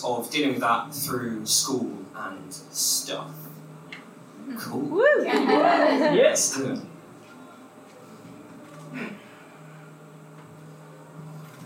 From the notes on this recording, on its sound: We bring you the best bits from our second LIVE panel event. This event was recorded at Singeasy in Piano Works West End on Sunday 26th May.